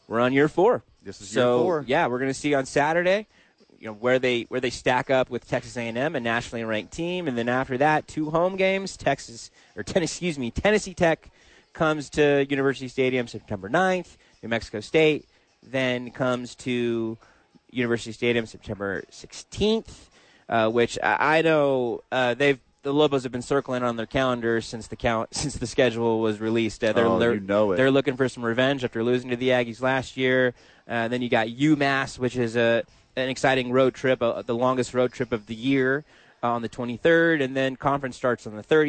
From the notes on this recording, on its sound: live from ABQ AXE